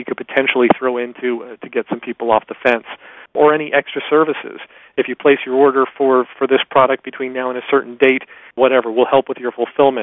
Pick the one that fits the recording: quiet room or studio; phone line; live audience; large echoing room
phone line